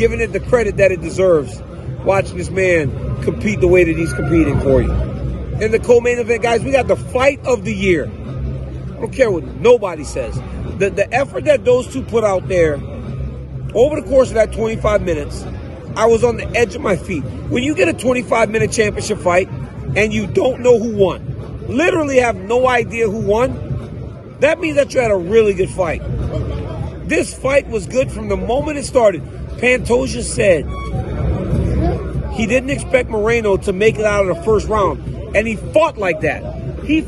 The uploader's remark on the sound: Live from the octagon. At UFC 290.